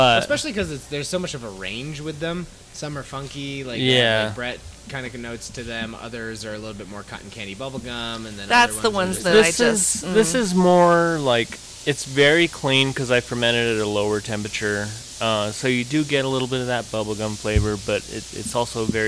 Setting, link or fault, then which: setting, busy venue